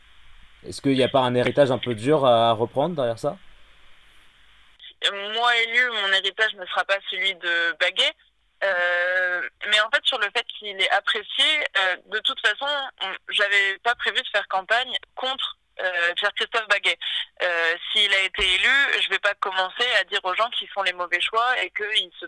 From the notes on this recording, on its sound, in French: Entretien enregistré par téléphone.